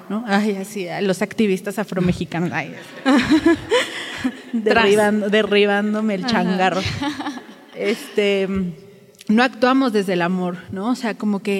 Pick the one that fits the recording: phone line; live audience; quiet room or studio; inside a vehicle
live audience